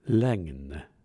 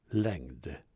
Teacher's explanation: övergång av D till N efter nasal konsonant · Shown in: first take